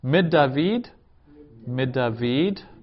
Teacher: And notice there's a dagesh in the first dalet. The nun has disappeared from min, and it's left a little remnant, little memory of itself, little memento of itself as a dagesh in the dalet.